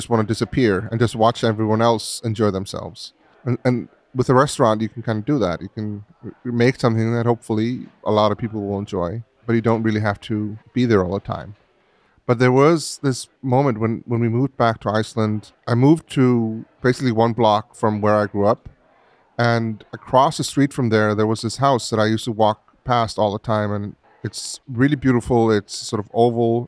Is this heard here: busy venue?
yes